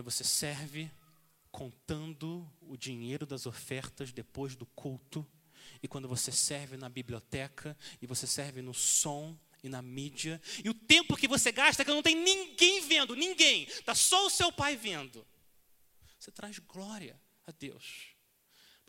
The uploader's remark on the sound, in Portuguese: Mensagem gravada na Igreja Batista Jardim Minesota